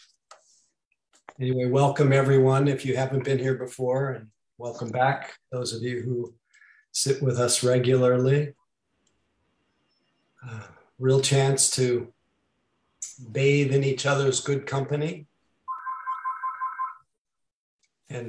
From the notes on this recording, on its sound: (Mission Dharma) Recorded Zoom Session.